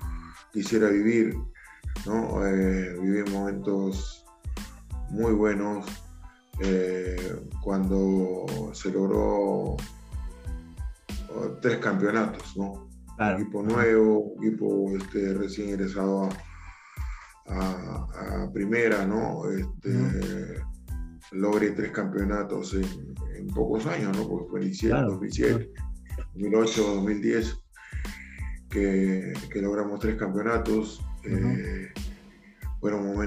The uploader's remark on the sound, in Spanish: nos concedió una entrevista vía Zoom